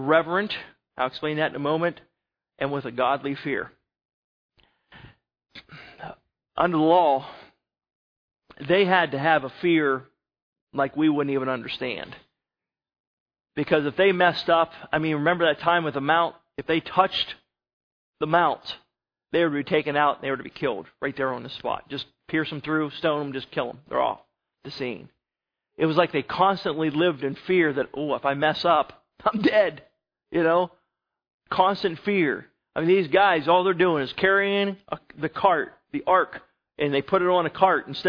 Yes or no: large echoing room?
yes